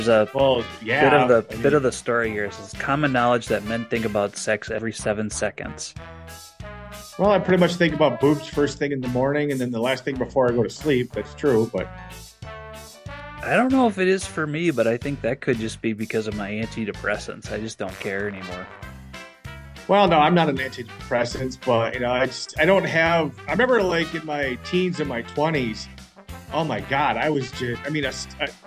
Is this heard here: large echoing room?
no